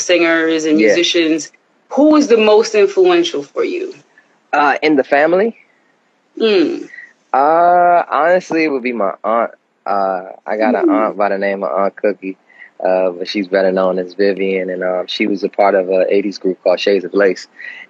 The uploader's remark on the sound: a special Instagram Live #WFH edition